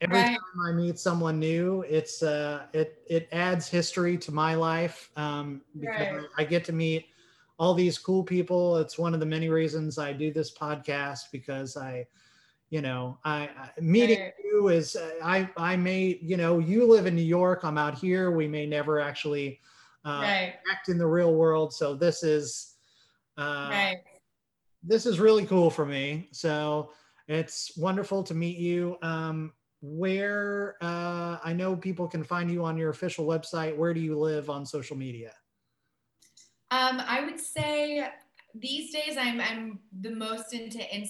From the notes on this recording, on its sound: Recorded via Zoom